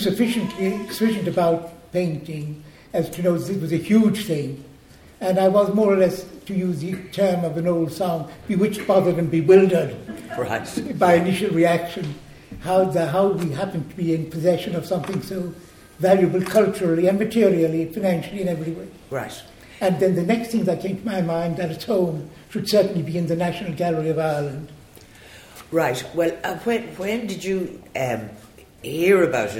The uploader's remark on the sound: Recorded in the National Gallery of Ireland's lecture theatre on 15 November 2018. This live recording.